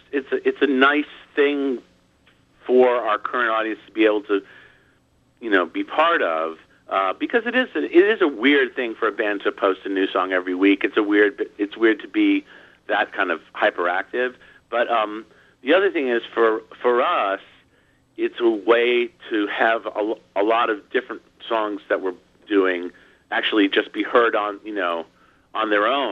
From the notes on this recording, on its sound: called in for a chat